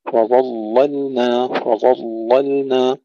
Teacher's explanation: تغليظ اللام لورش مع ملاحظة ترقيق اللام الثانية وإظهارها